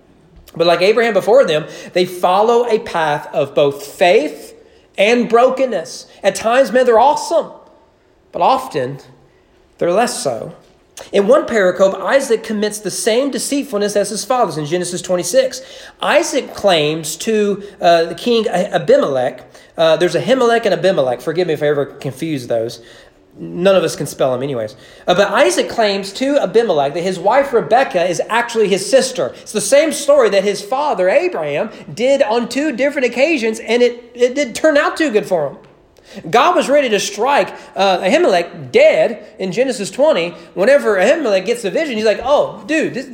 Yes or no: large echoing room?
yes